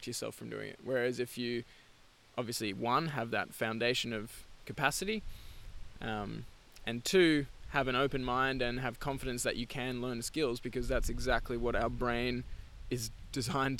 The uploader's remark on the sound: We recorded this one while out at TFC Bush 1. We recorded this one while out at TFC Bush 1.